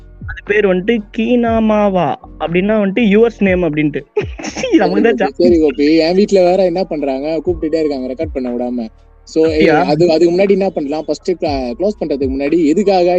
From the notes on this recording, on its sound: Phone Call. Were not together to Record. Apology for the audio.